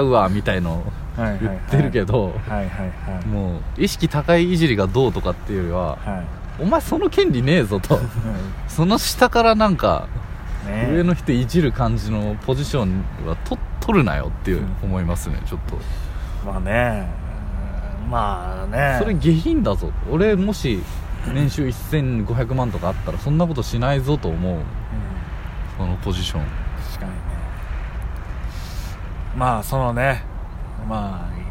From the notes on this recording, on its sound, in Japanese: 23時の新宿中央公園から公開収録でお届けします。耳をすませばスケボー少年の軽快な滑りが微かに聞こえてくるはず。都庁の目の前で。